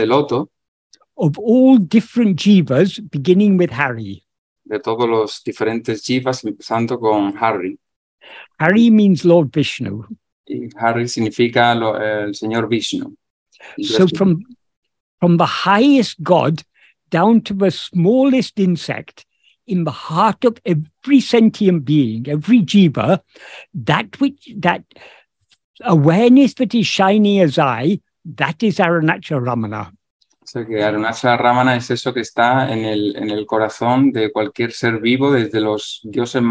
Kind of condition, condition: link, video call